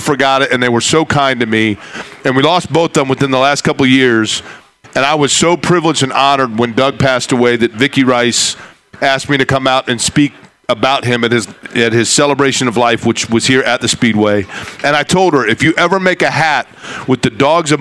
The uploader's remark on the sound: LIVE AT CARB DAY!